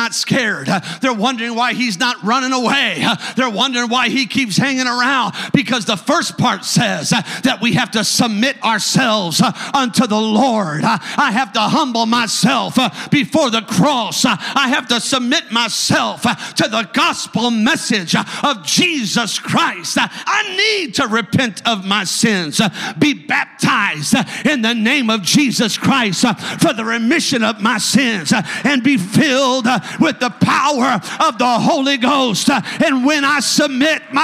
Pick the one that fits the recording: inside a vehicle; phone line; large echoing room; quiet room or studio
large echoing room